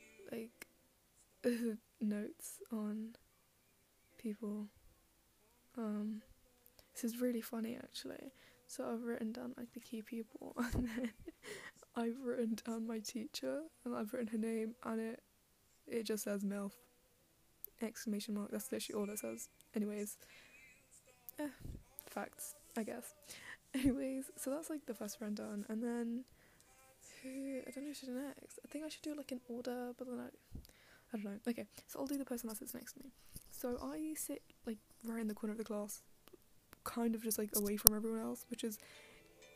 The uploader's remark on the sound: more background noise for you